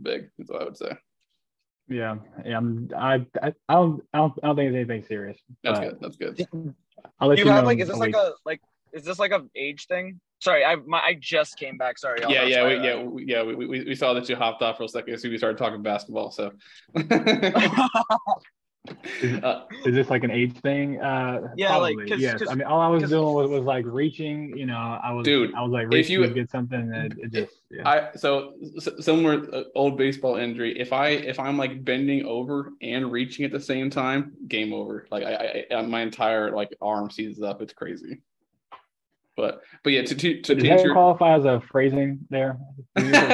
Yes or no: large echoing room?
no